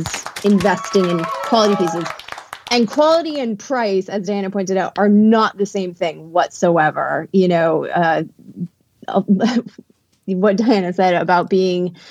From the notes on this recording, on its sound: We're performing this episode LIVE on the new Fireside app, so you'll hear from several members of our live audience, too.